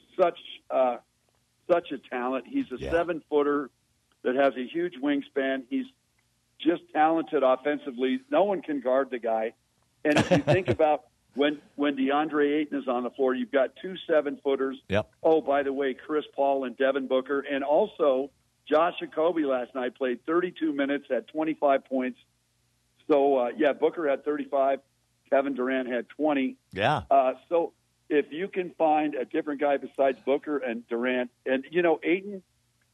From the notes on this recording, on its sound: Call in during the second quarter.